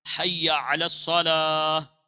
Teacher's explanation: اس میں ایک تو ہا ہے کو تھوڑا سا ظاہر کیا جائے